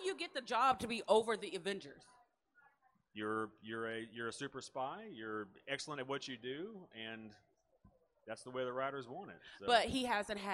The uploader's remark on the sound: The Libra Lounge comes at you from the main floor of Comicpalooza 2019 in Houston, TX.